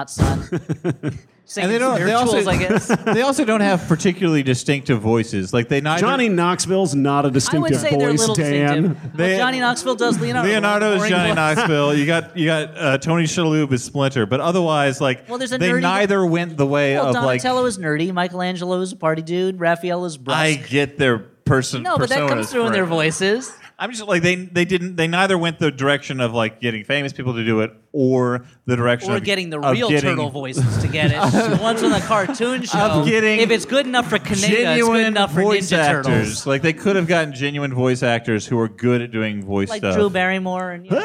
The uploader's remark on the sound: Recorded on 1/9/2015 in front of a live, sold out crowd in The Bell House in Gowanus, Brooklyn.